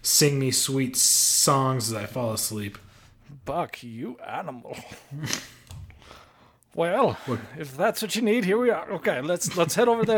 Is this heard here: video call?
no